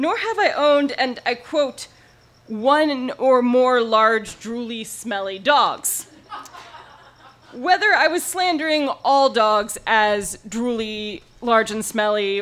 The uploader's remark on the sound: recorded live on 11 April 2017 at Tiger!